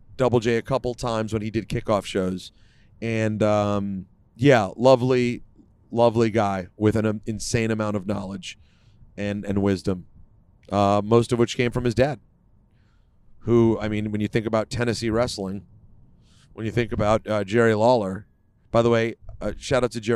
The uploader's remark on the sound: Live from the car on the smooth road to Montreal for the Elimination Chamber.